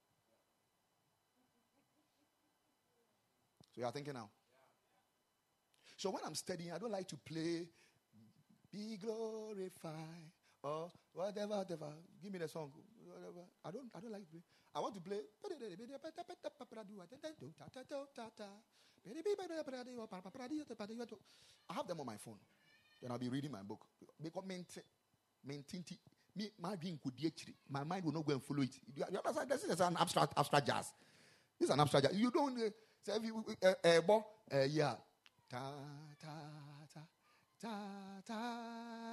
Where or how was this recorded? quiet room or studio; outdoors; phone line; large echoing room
large echoing room